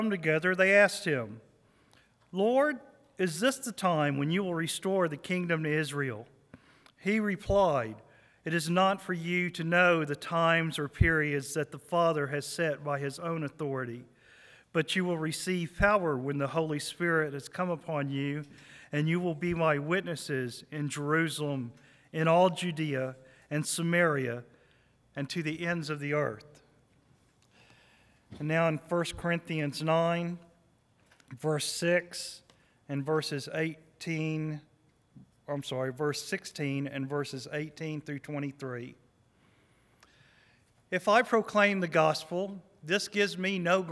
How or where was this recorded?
large echoing room